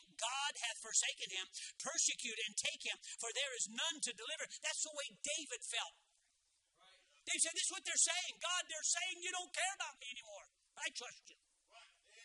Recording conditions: large echoing room